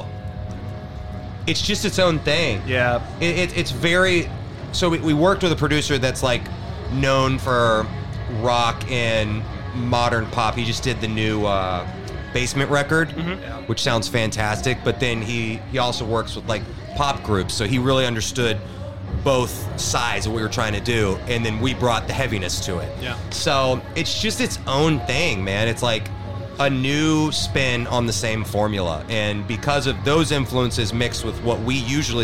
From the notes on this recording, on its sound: We go backstage at Good Things Festival in Sydney to chat with a bunch of the acts on the line-up.